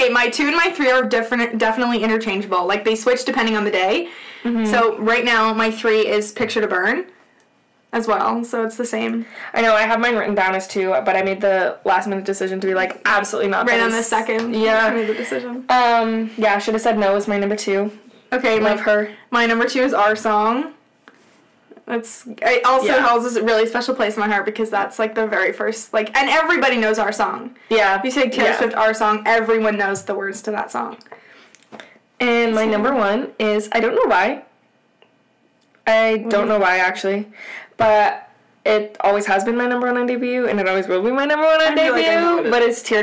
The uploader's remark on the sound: P.S we know the audio is brutal, we have fixed it for future episodes.